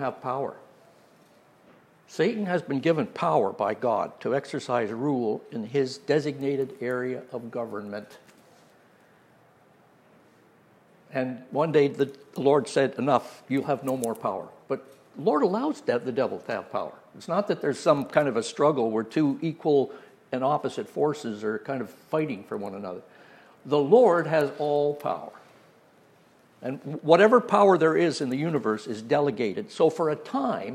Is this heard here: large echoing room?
yes